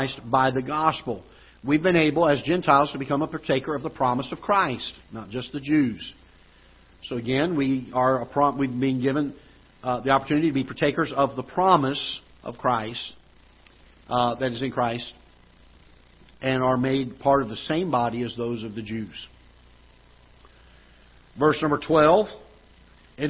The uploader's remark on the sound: Ketha Heights Baptist Church ~ Live Broadcast